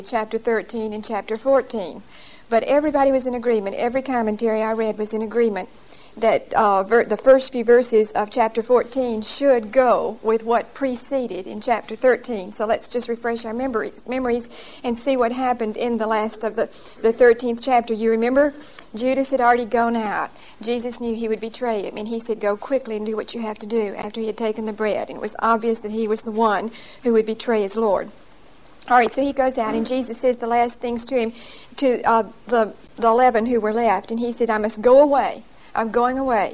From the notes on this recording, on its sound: Recorded 10/28/1975 at Whitesburg Baptist Church.